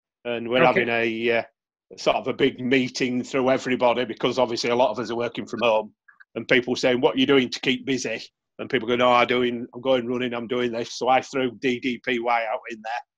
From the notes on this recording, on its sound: in this case Zoom